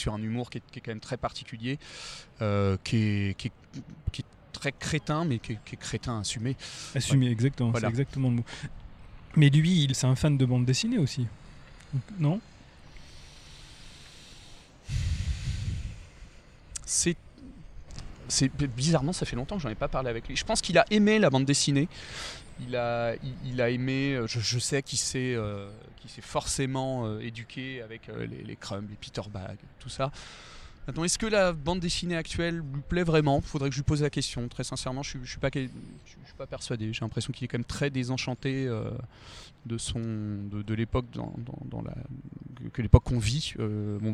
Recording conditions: outdoors